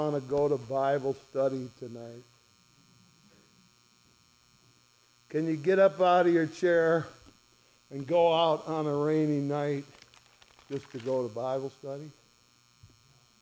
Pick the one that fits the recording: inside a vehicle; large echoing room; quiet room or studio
large echoing room